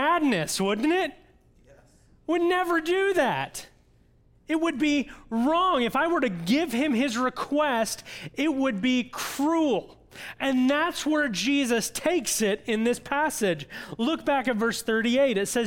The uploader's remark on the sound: audio from New City Church in Champaign-Urbana, IL